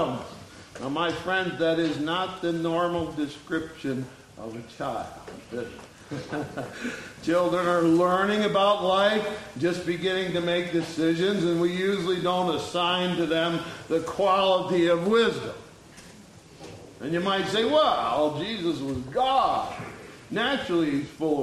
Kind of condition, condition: setting, large echoing room